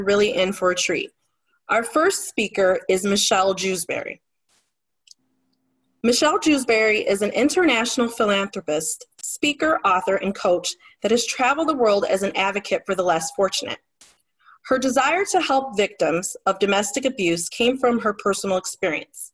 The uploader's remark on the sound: We are live from the 1st Annual "Virtual Speak Out: Silence Hides Violence" event, brought to you by NDV Healing & Support Inc.